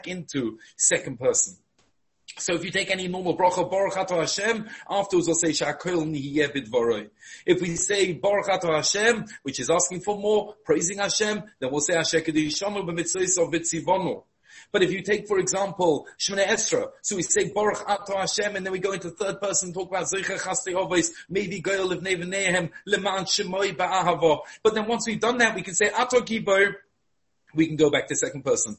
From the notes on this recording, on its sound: Shiur given over Zoom